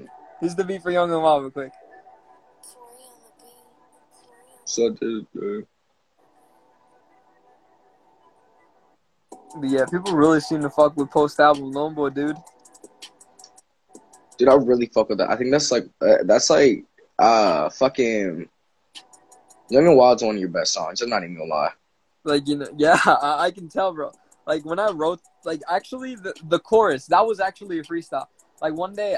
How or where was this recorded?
video call